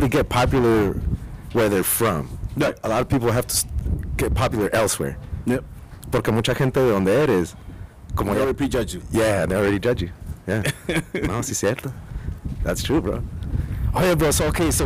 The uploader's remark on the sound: Sorry about the wind we recorded outside at Kennedy Park Tucson AZ.